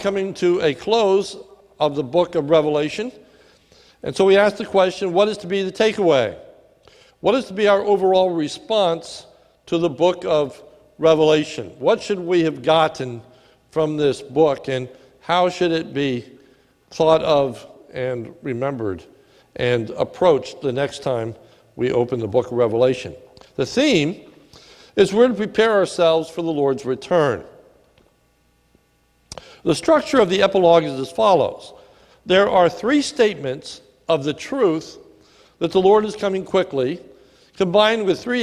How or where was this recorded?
large echoing room